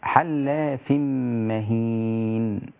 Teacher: كل حلاف مهين، كل الكاف واللام رقيقة، حلاف على وزن فعال مهين، وتقف على النون هكذا بالسكون المحض المجرد، وهو الأصل في الوقف.